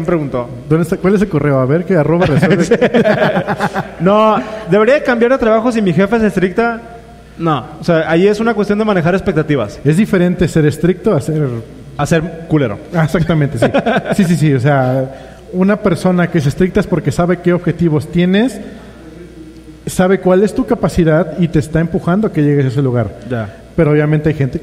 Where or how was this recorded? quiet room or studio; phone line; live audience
live audience